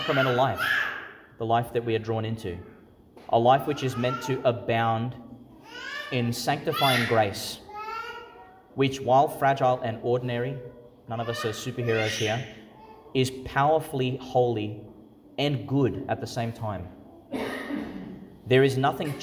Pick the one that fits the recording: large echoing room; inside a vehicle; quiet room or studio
large echoing room